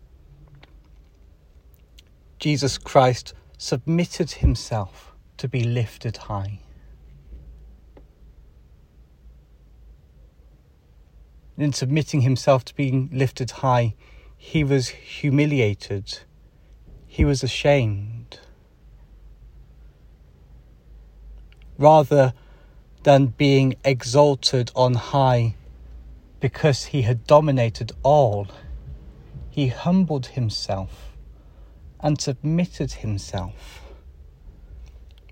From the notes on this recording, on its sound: Holy Cross Day Live… from the car!